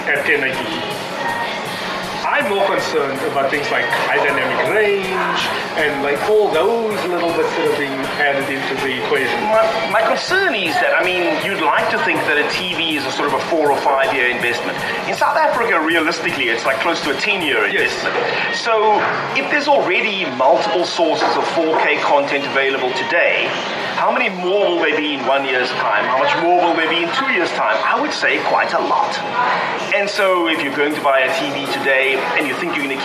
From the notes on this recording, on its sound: despite the audio challenges